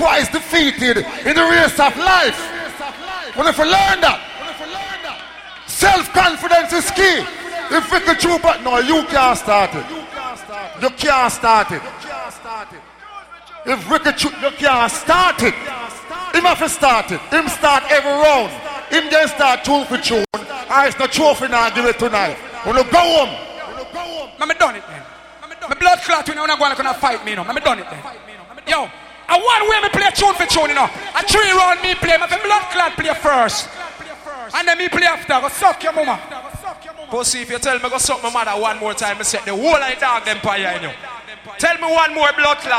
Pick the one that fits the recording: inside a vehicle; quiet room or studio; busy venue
busy venue